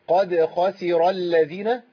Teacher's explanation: قاف مفخمة دال مرققة